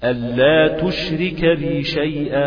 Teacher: نطقا بتدخل فيها كإدغام، النون ساكنة وبعضها حرف اللام، نون ساكنة بعضها حرف اللام، عندك إدغام بغير غن.